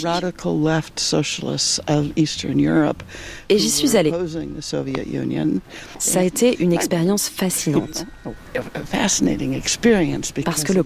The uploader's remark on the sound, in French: sous un arbre